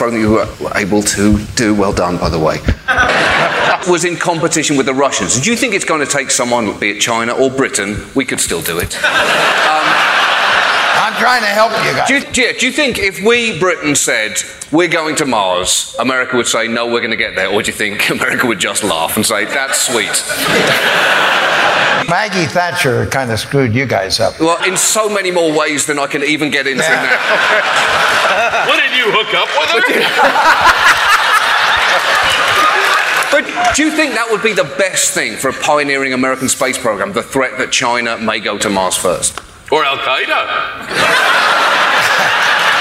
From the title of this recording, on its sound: StarTalk Live at Town Hall